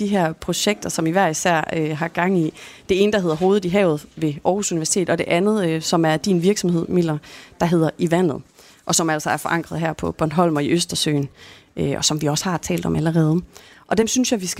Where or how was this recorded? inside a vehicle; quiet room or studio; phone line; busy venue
busy venue